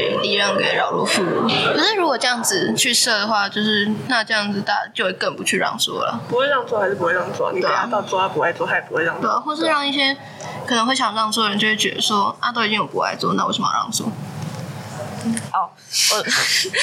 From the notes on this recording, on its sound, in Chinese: 第一次錄音有一點收音問題